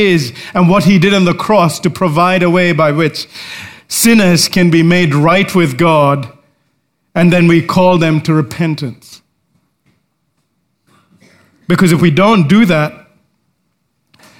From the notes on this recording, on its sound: recorded live at Grace Community Bible Church